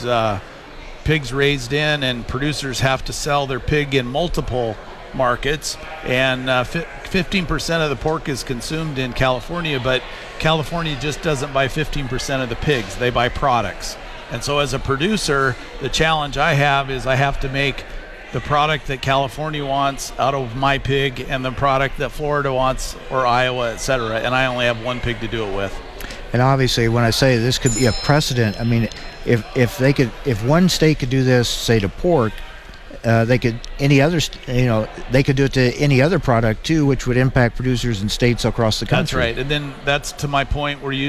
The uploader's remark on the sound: Reports from the World Pork Expo's live event in Des Moines, Iowa.